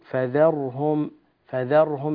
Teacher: نسكن أيضا حرف الراء، لا نقول فذرهم فذر راء، لا بالقلقلة لا يصح